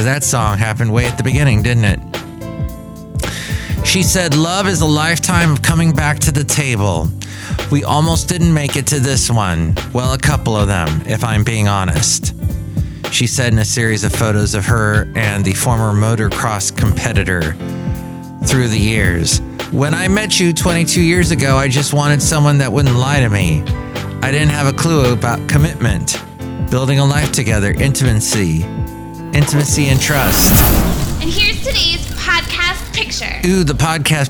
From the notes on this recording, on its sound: podcasts live from Café Anyway